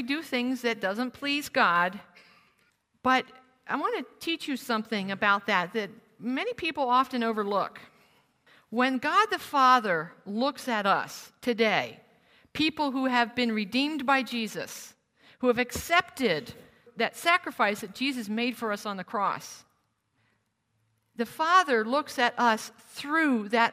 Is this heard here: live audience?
yes